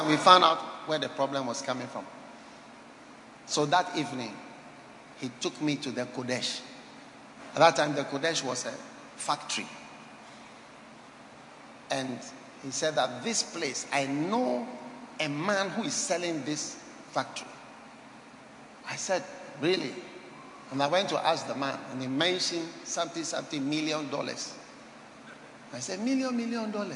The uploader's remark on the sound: Preached at Holy Hill Chapel, Accra.